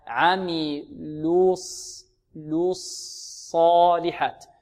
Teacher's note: نضم شفتينا في اللام ثم ماذا؟ نرجعهما ماذا في الصاد الساكن